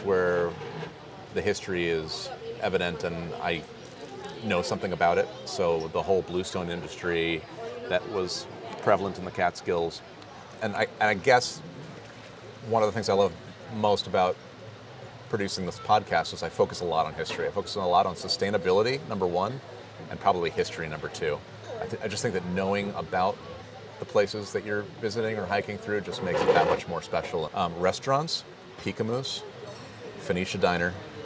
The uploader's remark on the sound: Recorded outside at Ole Savannah ’s in Kingston on the water.